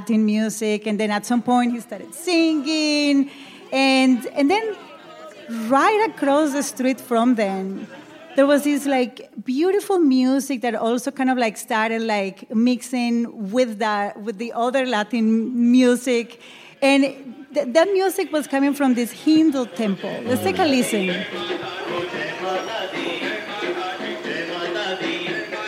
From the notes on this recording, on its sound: Excerpted from the Code Switch Live show at the Studebaker Theater in Chicago. Live from Chicago. This episode is excerpted from the Code Switch Live show at the Studebaker Theater in Chicago.